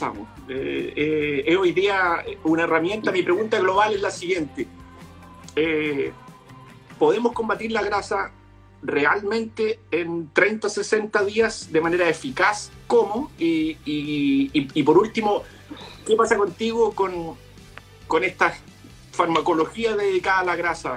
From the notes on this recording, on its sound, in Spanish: Conversaciones desde instagram